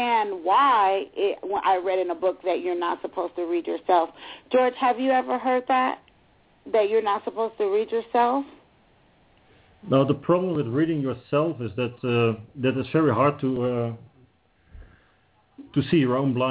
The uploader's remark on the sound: Is in Breda, Netherlands and will be calling in live from Europe!